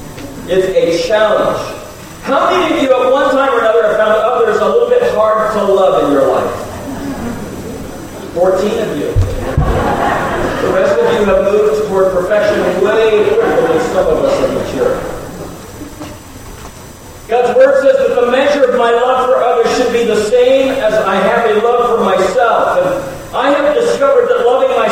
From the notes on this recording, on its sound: We apologize for the audio issues we have been having.